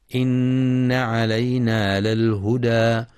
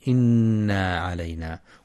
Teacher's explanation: لنا للآخرة والأولى، يخطئ بعضهم فيقرأ إن بمد النون إنا علينا، والصواب أنها مشددة فقط مع بيان الغنة · Shown in: first take